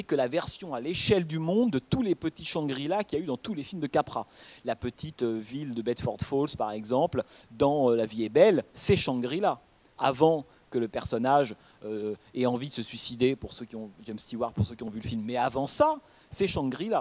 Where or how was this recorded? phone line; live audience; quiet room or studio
live audience